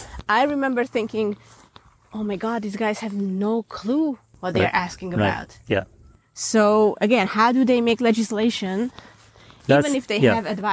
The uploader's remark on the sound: Grab your headphones, and head to the snowy hills to walk with us!